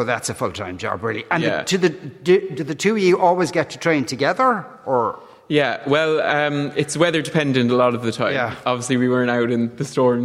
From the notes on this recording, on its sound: LIVE in the Triskel Arts Centre in Cork today.